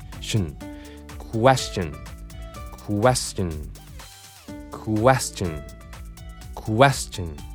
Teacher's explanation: 曖昧母音なので口をほとんど動かさずにショーンじゃなくてシュン、口はもう半開きの状態でそのまま動かない感じ